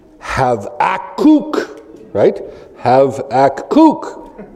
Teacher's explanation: Havakuk, emphasis on the last